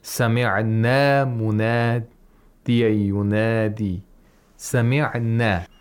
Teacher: The na does not have a hamza after it. It's only lengthened to two vowel counts. · Term: normal long vowel